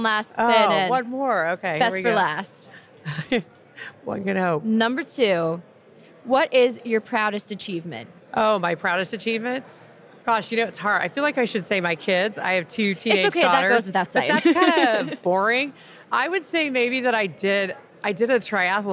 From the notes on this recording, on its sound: From the show floor at #B2BSMX.